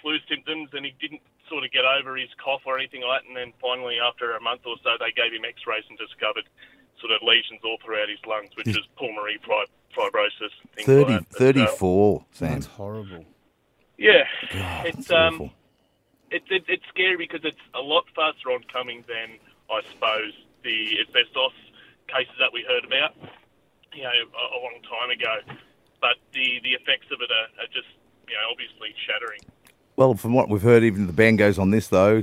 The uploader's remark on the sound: listeners call